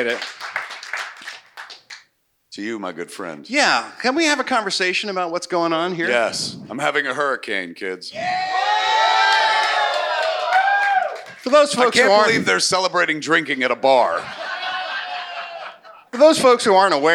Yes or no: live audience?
yes